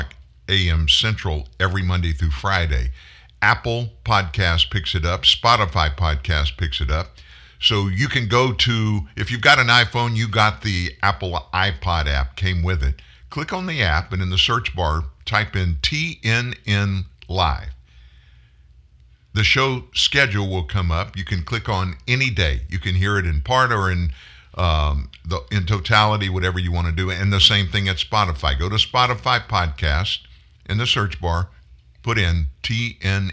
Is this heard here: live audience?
no